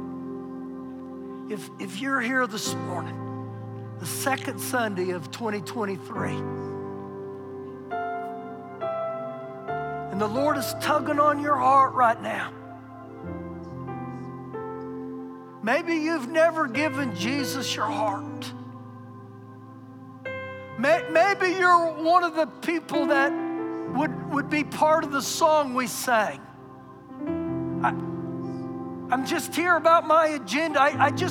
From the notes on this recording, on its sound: Recorded live during our Sunday morning service